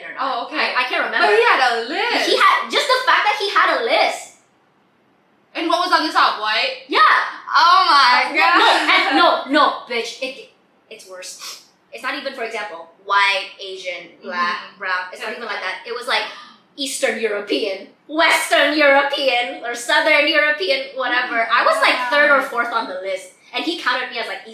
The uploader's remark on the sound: the audio for this episode, is ALSO as bad as the last episode